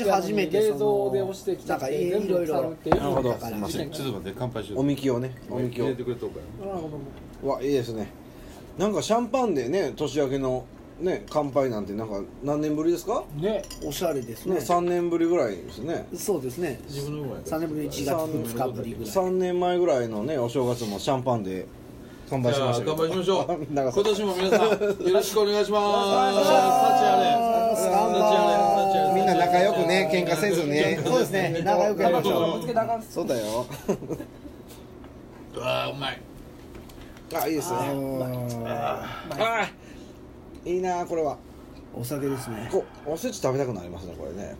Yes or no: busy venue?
yes